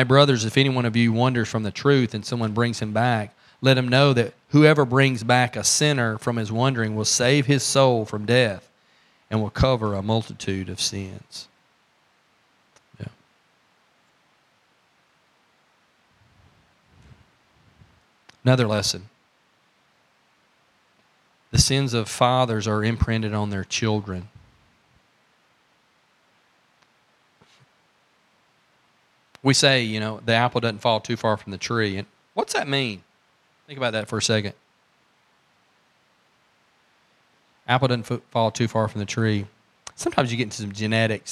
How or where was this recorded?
large echoing room